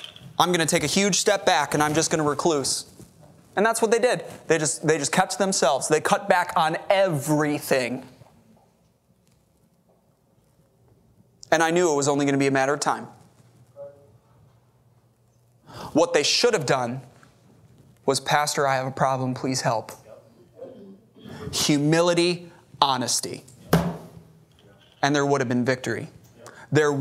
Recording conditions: large echoing room